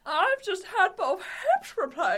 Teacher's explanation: she's always a little bit out of breath, like she's climbed the stairs